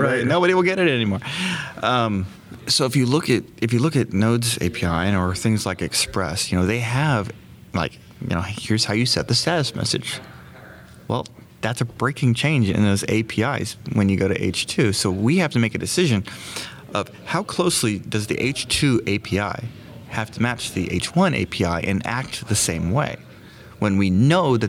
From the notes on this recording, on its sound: recorded at Node Interactive 2016